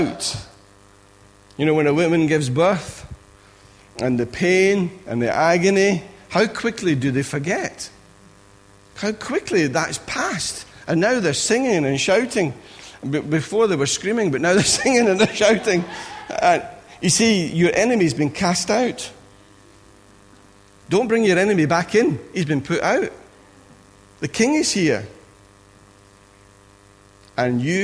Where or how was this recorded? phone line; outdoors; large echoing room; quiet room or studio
large echoing room